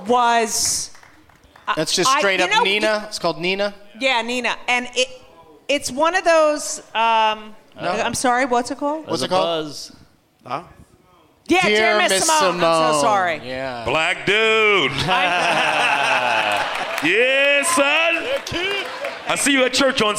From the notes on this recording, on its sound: Live from the Gramercy Theatre in New York City